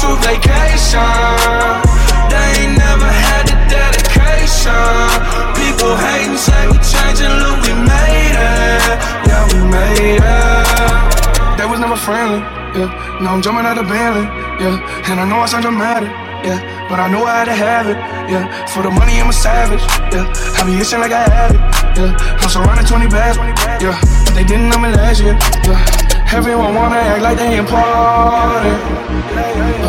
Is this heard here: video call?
no